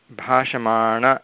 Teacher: तत्र दन्त्यनकारस्य स्थाने मूर्धन्य अणकारः अणकारः भवति तत्र षकारस्य प्रभावेन तत्र भाषमाण इति भवति बहु सम्यक्।